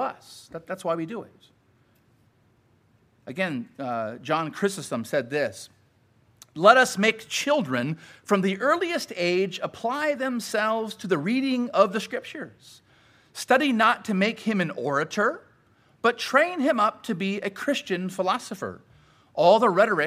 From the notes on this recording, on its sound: Sermon preached at Grace United Reformed Church